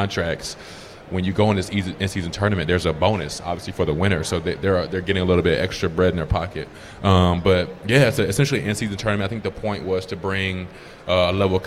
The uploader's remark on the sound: LIVE from Redsfest. 1410 WING AM ESPN Radio in Dayton.